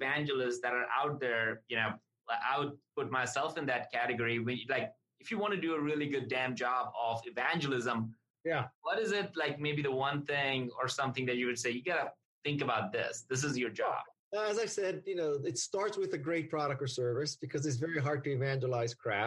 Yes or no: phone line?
no